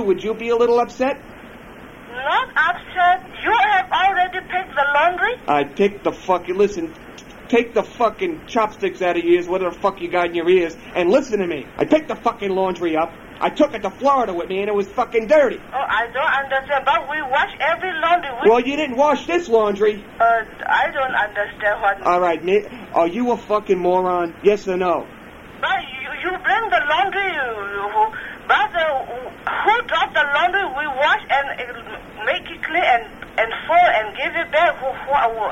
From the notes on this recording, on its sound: Prank Phone Calls